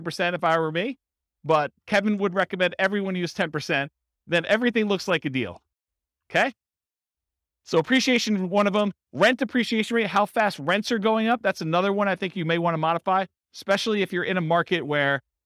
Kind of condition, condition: setting, live audience